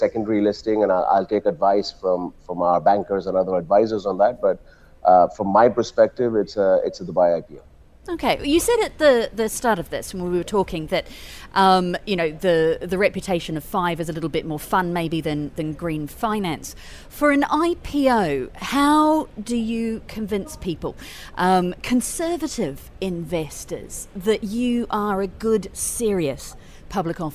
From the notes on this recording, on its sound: We’re on the road again this week - broadcasting LIVE from the Abu Dhabi Finance Week.